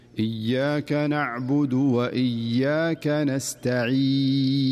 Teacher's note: وكذلك في سورة الفاتحة إياك نعبد وإياك نستعين، نسمع البعض يقرأها إياك نعبد وإياك نستعين، لاحظ الياء فيها غنة زائدة، والصحيح أنها صافية ولا يوجد فيها غنة أبدا